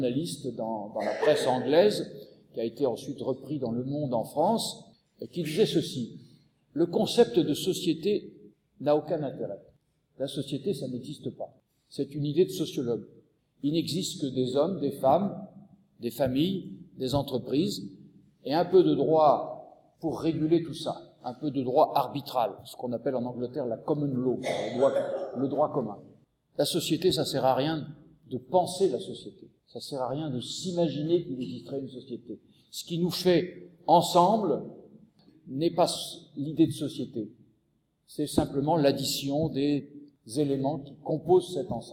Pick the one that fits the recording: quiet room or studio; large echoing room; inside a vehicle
large echoing room